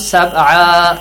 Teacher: you have to change the sound of tanween, the sound of noon, to Alif · Term: tanween fatha